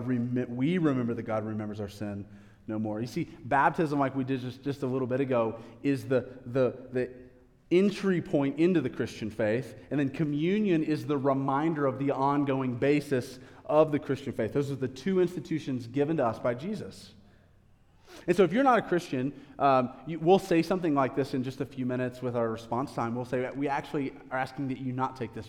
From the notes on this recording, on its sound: A live recorded sermon from the Sunday gathering at The Heights Church Denver on 09/24/23.